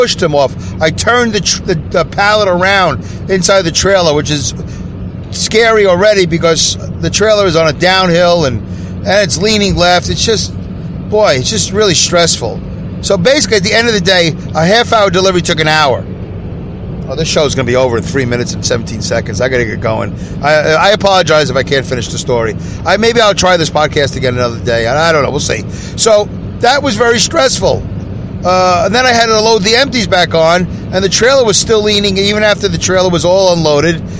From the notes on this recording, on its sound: Listen as I record my show from my car as I drive to and from work.